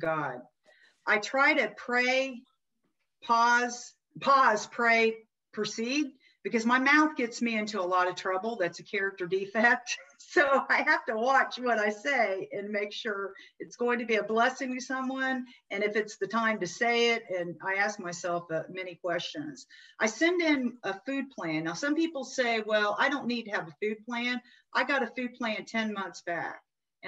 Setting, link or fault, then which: link, video call